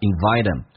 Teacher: invite 跟 him 有个击穿 h 音去掉，用 t 跟 e 形成连音